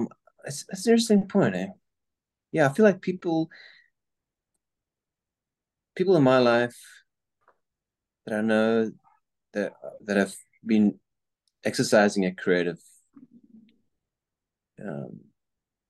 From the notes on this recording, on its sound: We both meet on Zoom. On view at El Nido by VC Projects, Los Angeles.